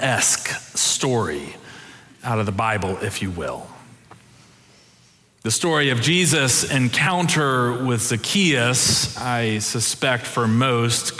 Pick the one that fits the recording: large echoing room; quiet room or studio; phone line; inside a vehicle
large echoing room